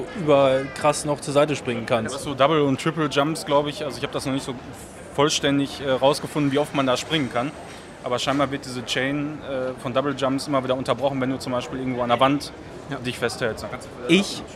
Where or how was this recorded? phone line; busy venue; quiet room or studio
busy venue